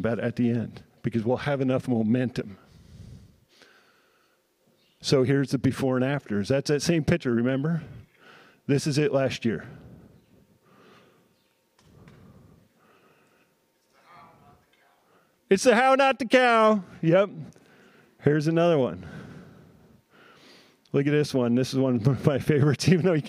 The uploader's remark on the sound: addressing the crowd at the Saving Real Organic Conference at Churchtown Dairy in Hudson, NY on October 14, 2023.